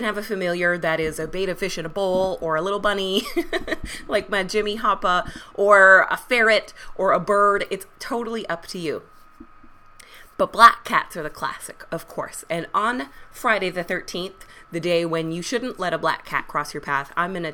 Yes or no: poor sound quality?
no